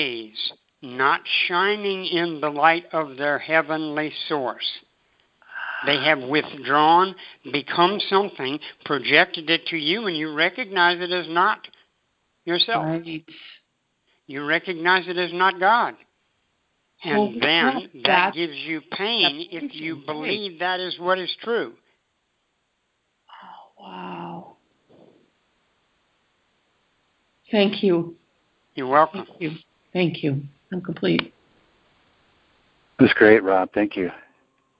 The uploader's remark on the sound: ACIM Daily TEXT Conference Call.